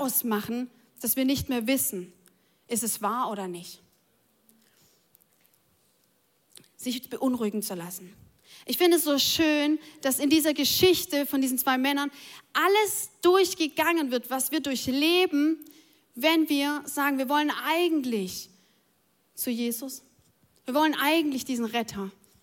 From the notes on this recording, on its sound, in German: Audiomitschnitt der Predigt vom 09.04.23.